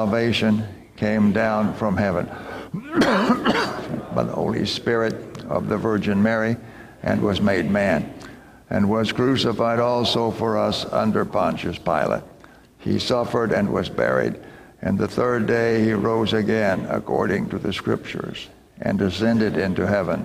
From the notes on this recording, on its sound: Recording from Sunday's Worship at First Lutheran Church and School in Clearwater, FLorida.